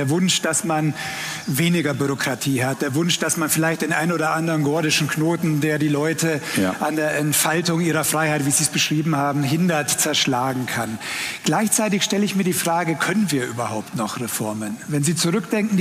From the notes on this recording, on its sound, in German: Live-Interview mit unserer Redaktion im Augsburger Kleinen Goldenen Saal